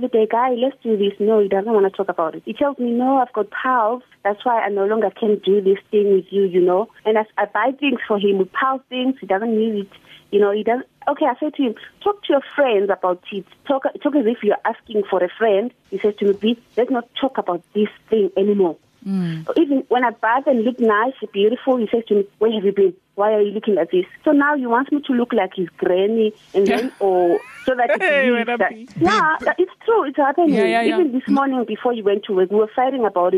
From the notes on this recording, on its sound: This Morning We Took A Call From A Listener. Phoner.